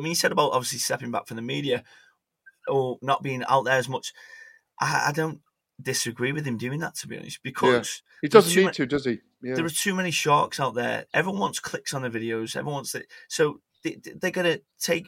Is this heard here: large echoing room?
no